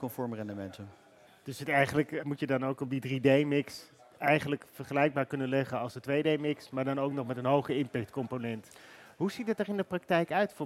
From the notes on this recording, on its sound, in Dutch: live vanaf het cardano-podium op Fund Seminar 2023